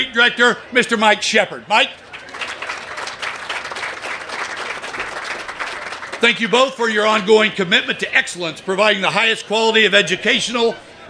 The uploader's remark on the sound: An audio recording of Casady School's 2022 Athletic Hall of Fame Induction, which took place on September 30, 2022.